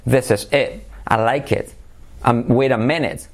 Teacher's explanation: Yo no sé hacer la I corta realmente como la haría un purista, por lo tanto no me arriesgo y hago una E. Realmente no es una E abierta, E, sino una E, ¿vale?